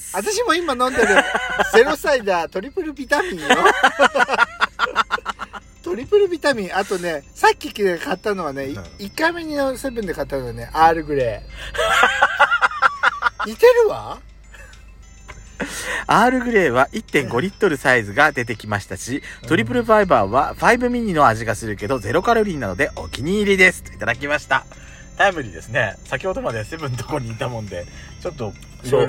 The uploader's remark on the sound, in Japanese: パーキング収録